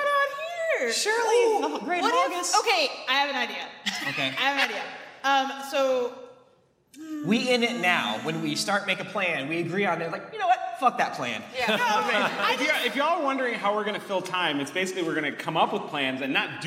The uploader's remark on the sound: DragonCon 2019 Live Show. We had an hour meet and greet with VIP member of the audience which absolutely sky rocketed our energy to help us make the best Live Show to date!